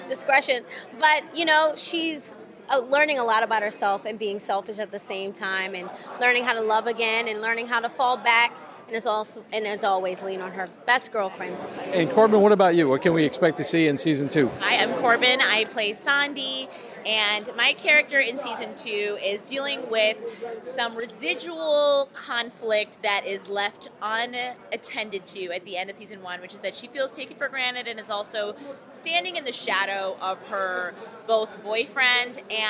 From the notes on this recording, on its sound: We take you to the red carpet of the Harlem International Film Festival 2023. On this episode we take you to the red carpet of the Harlem International Film Festival 2023.